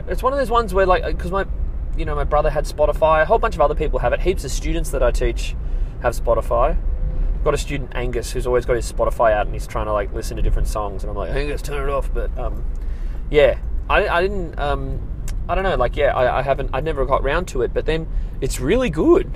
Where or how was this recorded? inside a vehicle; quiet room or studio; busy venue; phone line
inside a vehicle